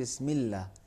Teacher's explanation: دیکھا ہم نے میم کے زیر کو لام سے ملایا، وہ حمزہ رہ گیا. یعنی اگر الگ سے پڑھتے تو اللہ پڑھا جاتا، اللہ پڑھتا، اب ملہ پڑھ رہے ہیں میم سے ملا کر کے.